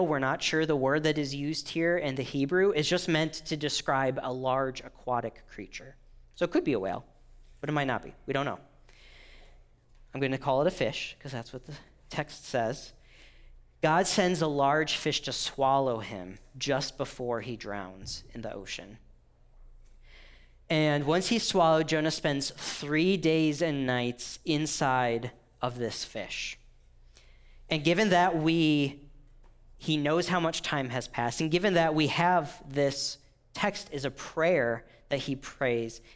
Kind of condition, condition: setting, large echoing room